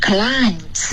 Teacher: cly 这个双元音一定要滑到一个 e 的音